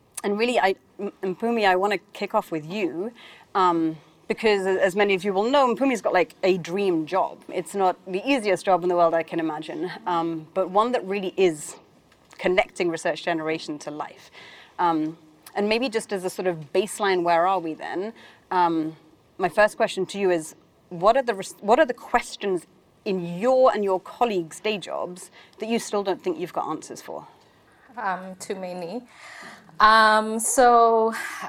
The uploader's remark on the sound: This episode is a recording of a panel conversation that took place at the University of Oxford’s Blavatnik School of Government during the RISE Annual Conference in September 2023. For the purposes of clarity and length, this podcast is an edited version of the conversation.